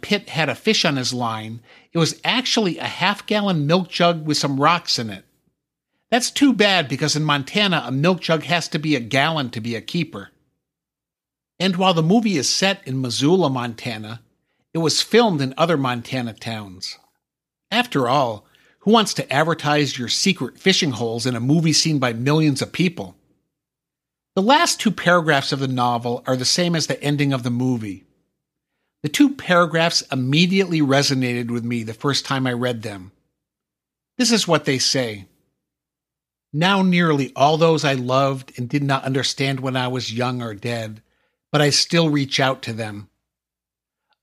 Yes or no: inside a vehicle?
no